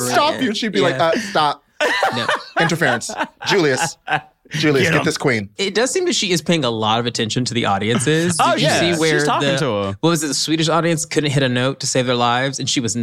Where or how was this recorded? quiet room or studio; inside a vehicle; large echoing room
quiet room or studio